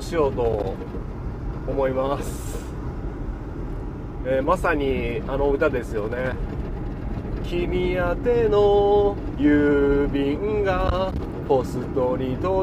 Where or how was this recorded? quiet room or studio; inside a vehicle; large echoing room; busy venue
inside a vehicle